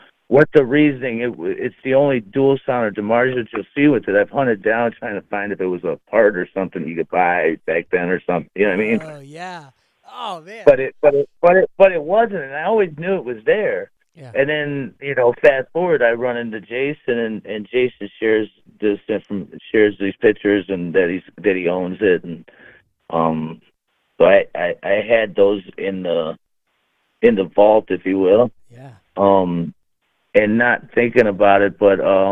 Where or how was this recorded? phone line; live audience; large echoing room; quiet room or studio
phone line